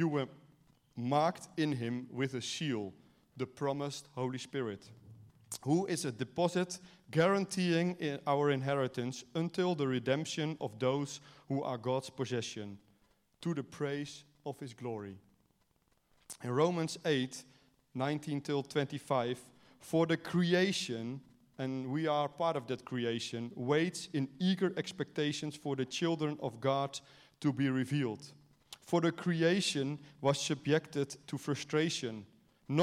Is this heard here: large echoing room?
yes